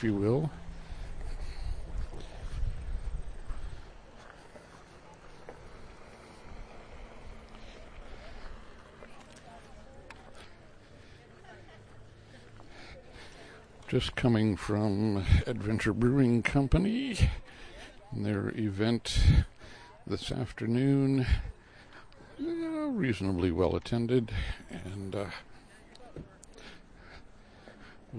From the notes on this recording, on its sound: One Barrel Brewing Visits Bayfield. Recorded while departing the event at Howl at Hwy J and State Route 13.